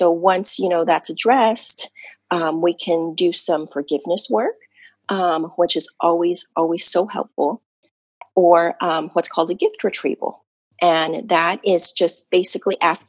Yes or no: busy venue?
no